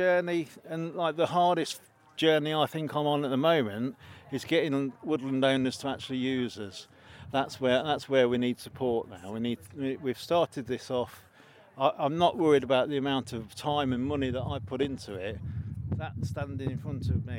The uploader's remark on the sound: At the Timber Festival this summer in Leicestershire. At the Timber Festival this summer in Leicestershire.